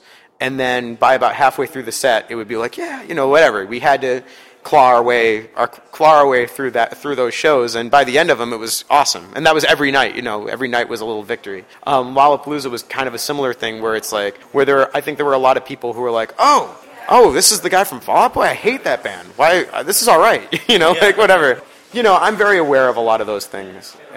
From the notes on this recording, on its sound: In an interview recorded onsite at the Metro prior to the artist’s hometown show this past Friday.